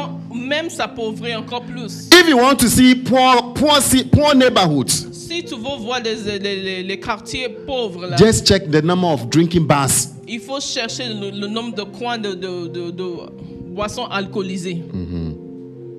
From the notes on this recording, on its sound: Preached during Joyful Hour Sunday Service